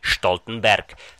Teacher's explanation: Mimochodem, Jens Stoltenberg je germánské jméno, kde se velké S na začátku slova vyslovuje jako Š, takže foneticky Stoltenberg.